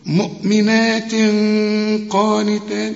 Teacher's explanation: تنوين وبعد قاف، لكن القاف من حروف الإخفاء، برضو هنخفي ونغن